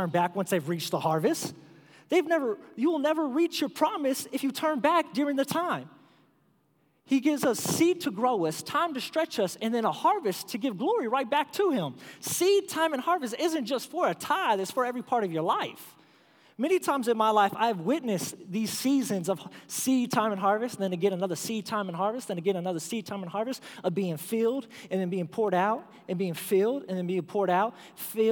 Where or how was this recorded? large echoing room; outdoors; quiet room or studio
large echoing room